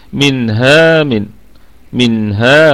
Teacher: طيب، منها طبعا الكلمة أيضا كلها مرققة، الميم في الدرجة الخامسة أقل درجات الغنة، والنون ساكنة أتى بعدها حرف الهاء فهي مظهرة إظهارا حلقيا، والغنة فيها تكون في الدرجة الرابعة من درجات الغنة، والهاء فيها مد طبيعي وصلا ووقفا، يعني نقف على الكلمة بالمد الطبيعي، وأيضا في حالة الوصل هي مد طبيعي، يعني حركتي منها من منها ونقف هكذا.